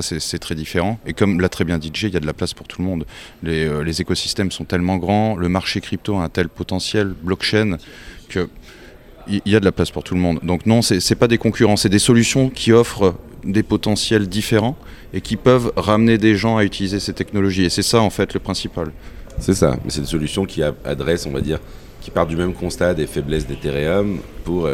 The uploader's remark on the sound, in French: en direct du Parisdot.com (Polkadot)